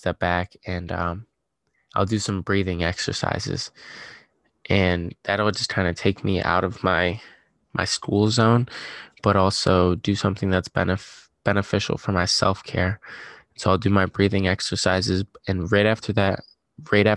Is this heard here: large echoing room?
no